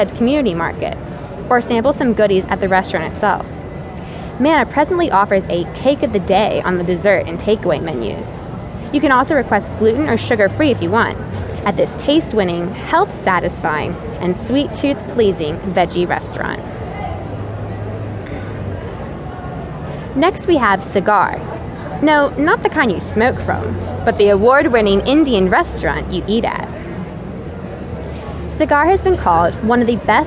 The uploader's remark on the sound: The Vegetarian Travel Guides are comprehensive audio tours recorded right on the scene.